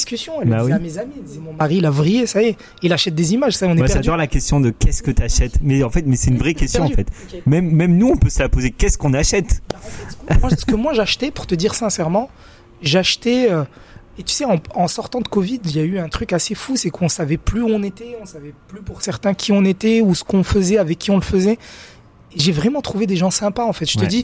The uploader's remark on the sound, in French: En direct du Metaverse Entertainment World Summit (MEWS) Monaco